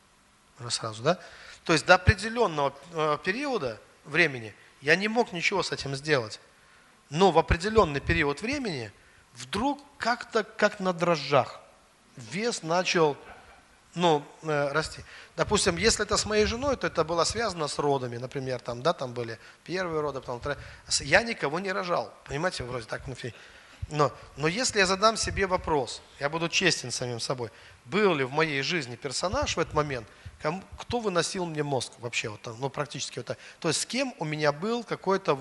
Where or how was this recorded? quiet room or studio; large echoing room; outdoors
large echoing room